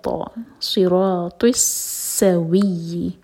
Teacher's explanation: ط تو منہ بھر کے پڑھا جائے گا زبان کے ٹپ سے نہیں